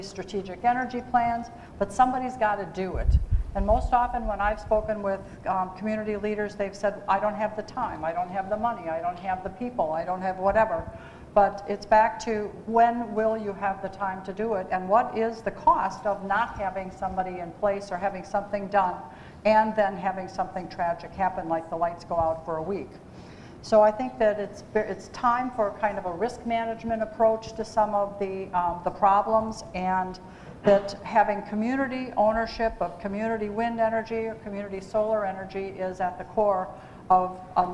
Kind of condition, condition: setting, live audience